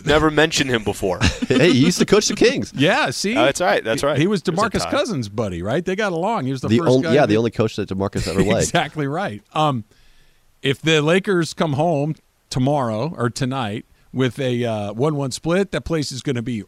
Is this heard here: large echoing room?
no